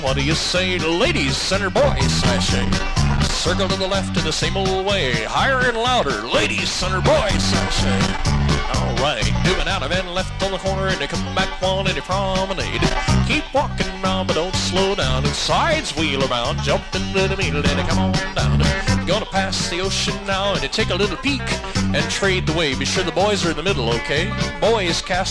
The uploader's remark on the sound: Live Dance Recording. From 1982 in Northern California.